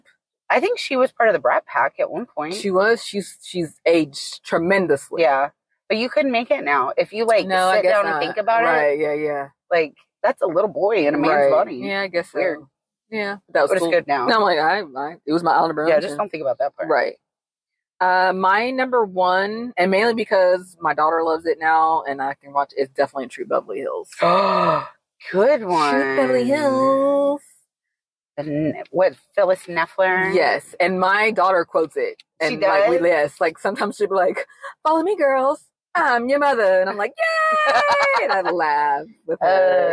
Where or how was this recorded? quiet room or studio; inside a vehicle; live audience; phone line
inside a vehicle